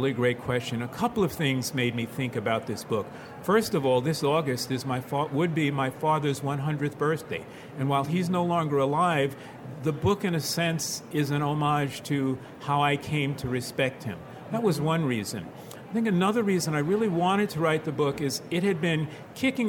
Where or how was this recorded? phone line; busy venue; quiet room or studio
busy venue